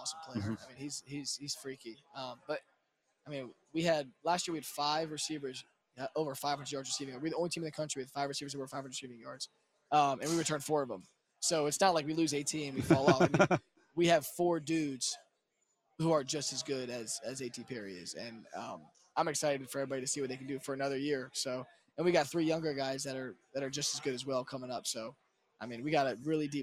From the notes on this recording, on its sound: Live in Charlotte for the final day of the 2023 ACC Football Kickoff.